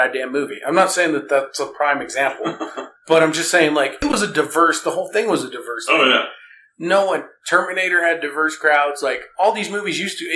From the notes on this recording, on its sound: Bad Audio Edition. Our mixer decides it can't power our mics while we talk.